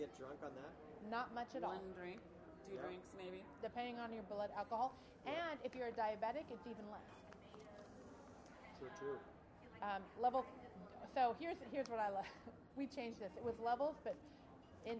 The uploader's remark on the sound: Chat's from the Washington State Wine Awards 2015. With on air tastings hosted by Obelisco Estate Tasting Room.